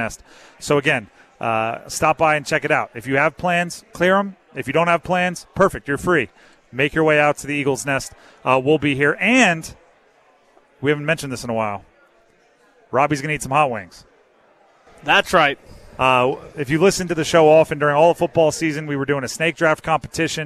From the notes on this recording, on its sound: Live from Eagles Nest before The Draft Party.